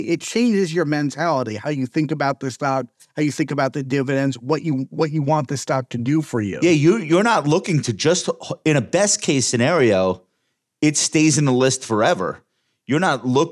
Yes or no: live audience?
no